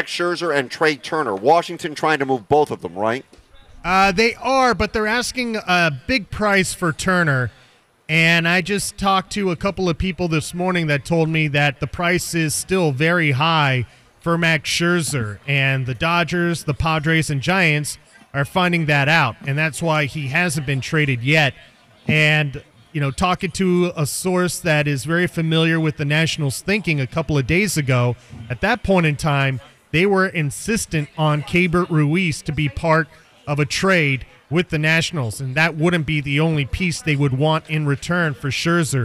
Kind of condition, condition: setting, busy venue